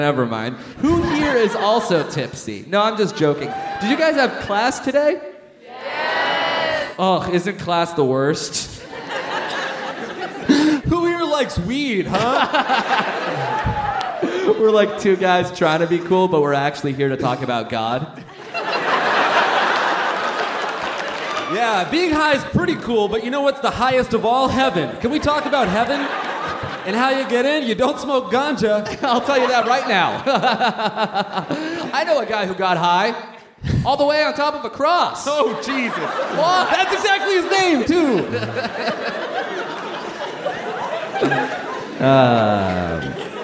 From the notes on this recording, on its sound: Recorded live at Duke University.